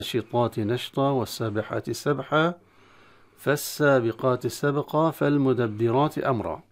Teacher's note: في كل هذه الآيات نقف على التنوين بإبدالها ألفا، نبدل التنوين المفتوح ألفا، وهي بالفعل في المصاحف رسمت ألفا بدلا عن التنوين، يسمى المد مد عوض، لا يسمى مد طبيعي، لأن المد الطبيعي وجب يعني وقفا وصلا، ولكن هذه فقط المد يتولد عند الوقف، عند الوقف.